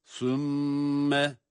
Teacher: ثُمَّ yine mim şeddeli ve tutuyoruz